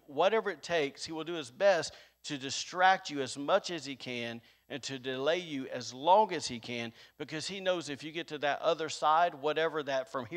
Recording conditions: large echoing room